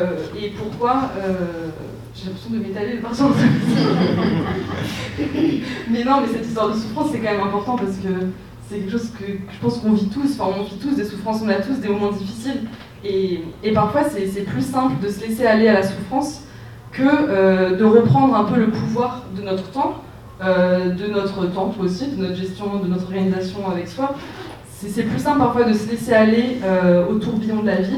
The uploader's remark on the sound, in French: retrouver la rediffusion de la conférence sous forme de podcast